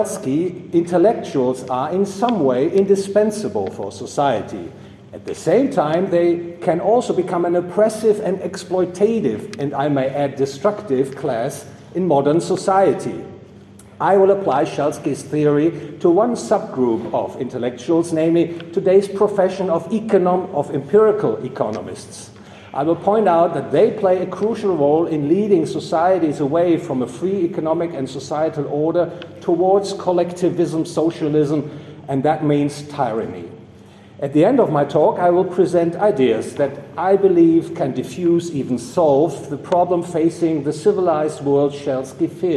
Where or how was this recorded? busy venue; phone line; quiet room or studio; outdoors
busy venue